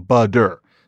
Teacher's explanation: what starts out as butter, quite understandably, will become budder, because the consonant softens. Technically, it's something called a flap rather than a D, but we don't need to bother with that here. · So what starts out as butter, quite understandably, will become budder, because the consonant softens. Technically, it's something called a flap rather than a D